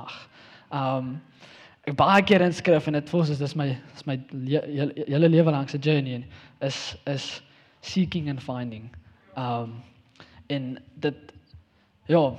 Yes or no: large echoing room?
yes